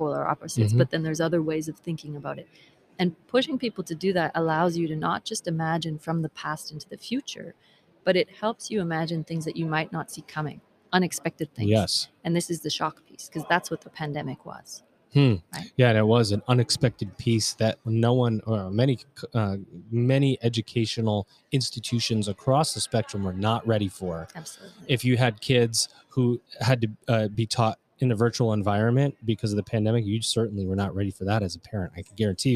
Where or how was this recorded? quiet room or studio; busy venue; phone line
busy venue